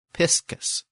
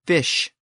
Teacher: But now, in very early Old English, it became fish. The SK sound shifted to this new SH sound.